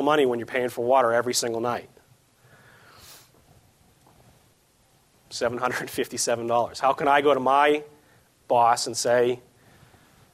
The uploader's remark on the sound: This edition of the SportsField Management Podcast is an excerpt from an STMA Conference presentation on the topic of smart irrigation.